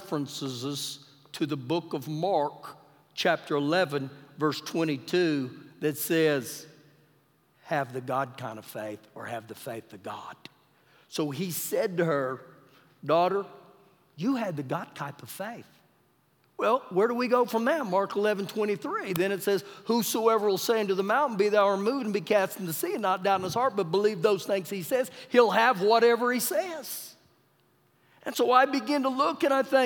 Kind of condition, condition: setting, live audience